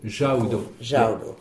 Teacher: c'est le U accent, c'est un U. Le son ou, mais qui est court.